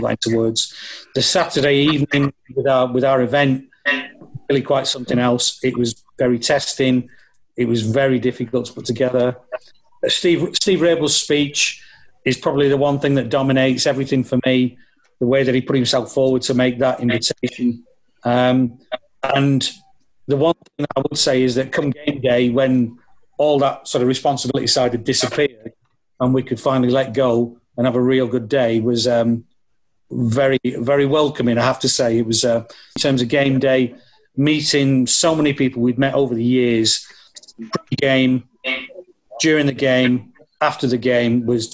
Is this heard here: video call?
yes